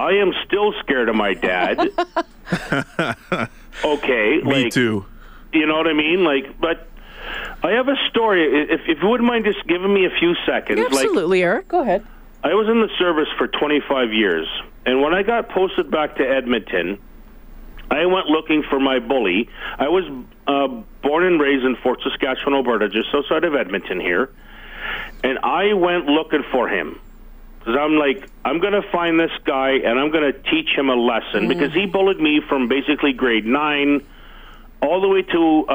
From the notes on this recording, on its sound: throw open the phone lines